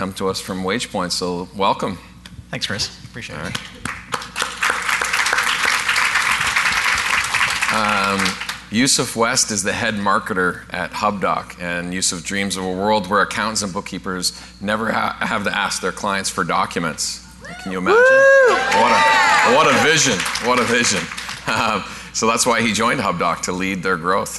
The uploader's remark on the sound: Live Broadcast at the The IPBC IGNITE Conference